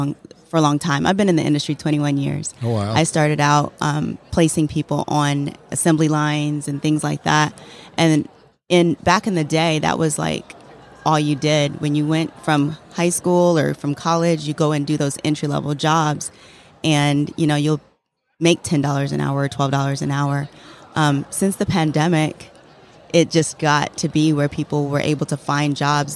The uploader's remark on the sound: LIVE at the Business RadioX® remote at SOAHR 2023